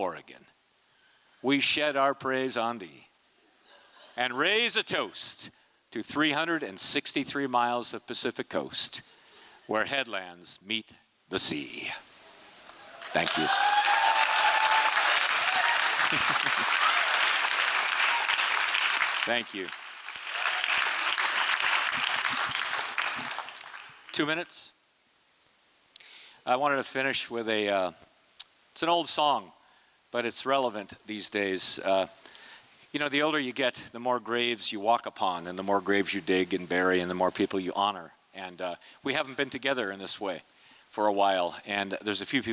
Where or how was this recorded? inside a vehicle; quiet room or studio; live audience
live audience